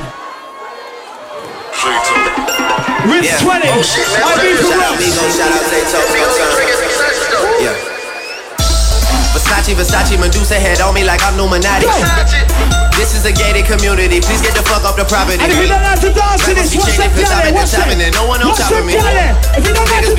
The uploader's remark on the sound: Live from Ibiza Rocks for Rinse FM 20 Birthday Party